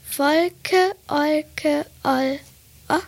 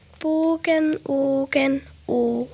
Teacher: Da hört man schon den Unterschied vom kurzen zum langen O.